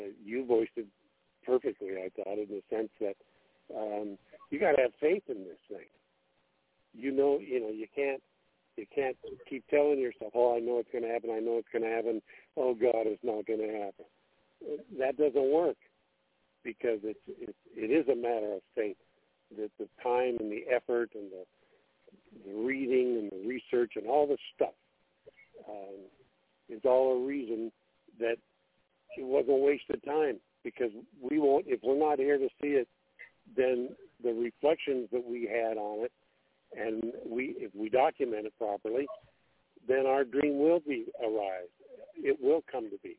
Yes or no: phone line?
yes